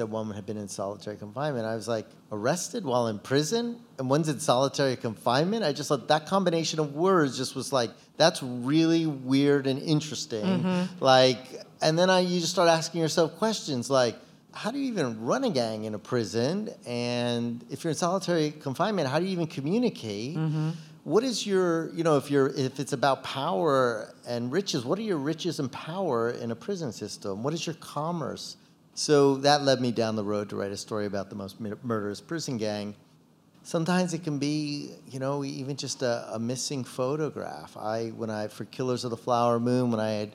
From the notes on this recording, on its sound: live at Barnes & Noble Union Square